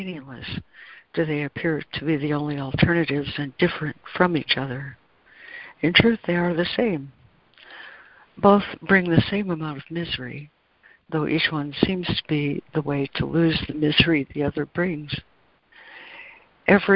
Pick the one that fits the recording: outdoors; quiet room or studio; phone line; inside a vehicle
phone line